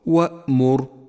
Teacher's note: احذر من قلقلة حرف الهمزة إذا جاء ساكنا